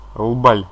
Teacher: Язык на последнем Л должен отрываться.